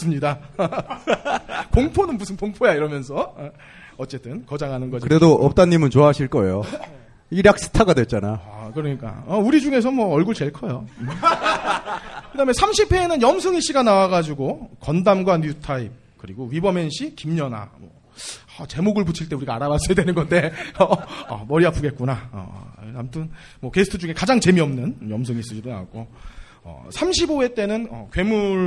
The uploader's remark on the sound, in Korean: 영진공 1주년 기념 공개방송